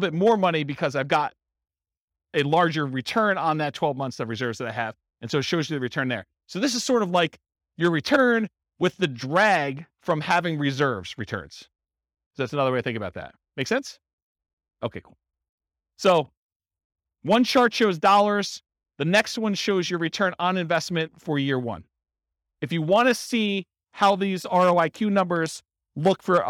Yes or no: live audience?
yes